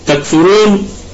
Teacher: الكلمة كلها مرققة مع حرف الراء مفخمة وقفا ووصلا لأنها في وسط الكلام مضمومة وليست ساكنة وليست مكسورة تكفرون نراعي